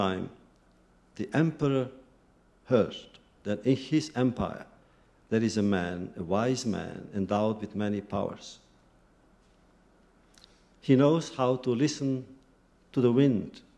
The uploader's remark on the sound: In this video podcast, recorded at the Academy of Achievement's 1996 Summit in Sun Valley, Idaho.